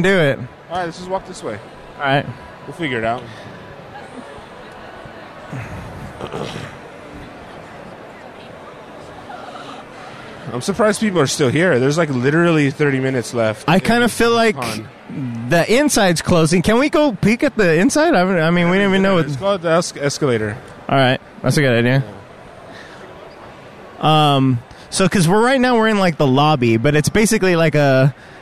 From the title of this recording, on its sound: LIVE from LA Comic Con